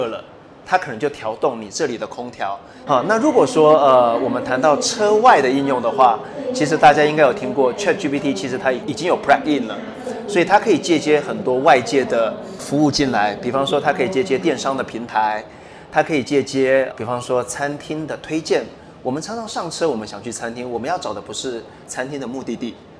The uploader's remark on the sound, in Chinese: 繼續把錄音室帶到AI EXPO Taiwan的展覽會場，與聽眾面對面！於AI EXPO Live Studio現場合影。